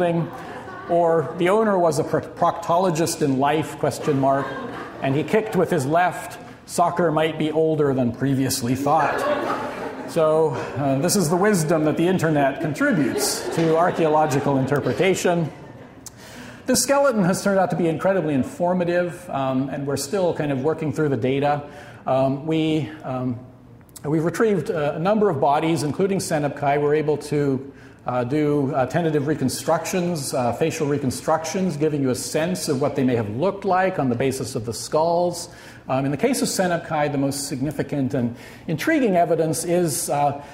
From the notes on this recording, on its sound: This audio recording was originally presented as an illustrated lecture.